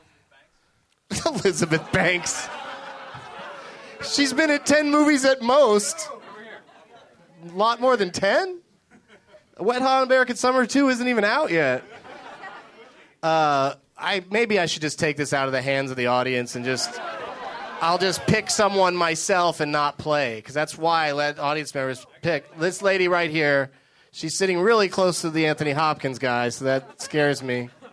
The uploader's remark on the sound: Live from the Improv in Washington, DC